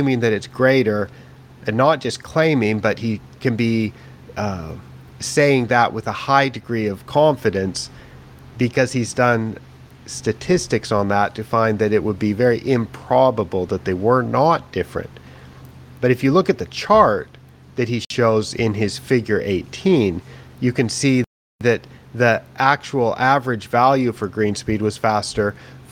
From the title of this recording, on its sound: live from the KBC Augusta tournament in Japan